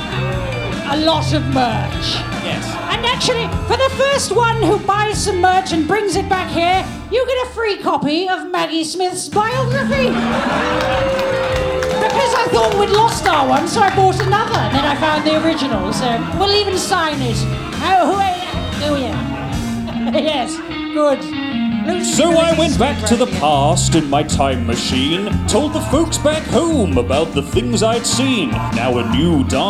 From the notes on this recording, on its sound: Live from London Podcast Festival. Recorded live. From the London Podcast Festival 2023.